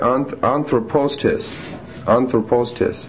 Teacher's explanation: We have two accents on anthropos. One on the antepenult and one on the ultima. And no accent on the enclitic.